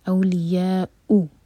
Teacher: اس کے بعد جو لیٹر ہے واؤ، واؤ کے اوپر ہے حمزہ، تو واؤ کینسل ہوا، تو صرف ہم حمزہ پڑھیں گے، اور حمزہ کا جو ساؤنڈ ہے، جو اس کا مخرج ہے، وہ کٹ آف ساؤنڈ ہے. اولیاؤ، اولیاؤ کہیں گے تو وہ غلط ساؤنڈ ہوگا.